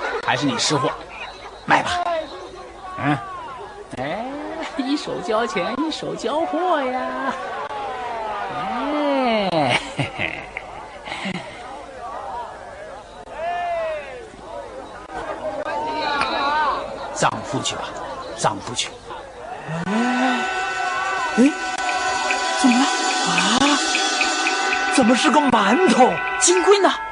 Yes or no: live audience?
yes